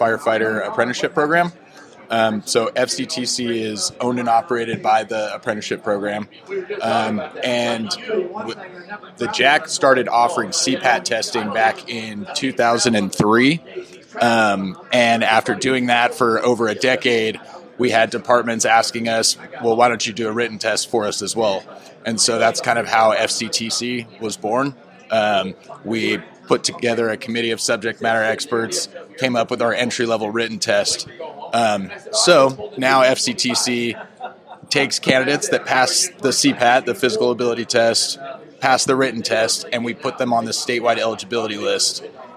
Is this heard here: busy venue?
yes